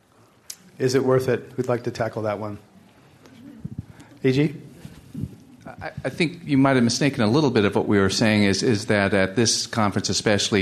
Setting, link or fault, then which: setting, live audience